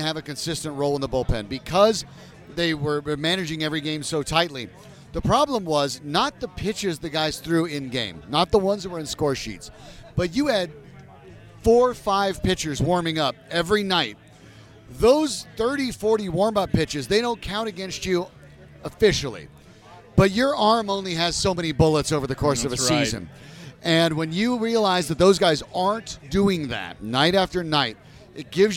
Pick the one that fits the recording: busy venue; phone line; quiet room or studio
busy venue